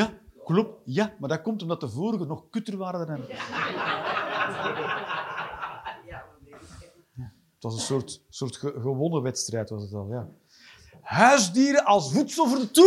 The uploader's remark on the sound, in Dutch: Live 6 September 2023, bij ComedyhuisClub, Utrecht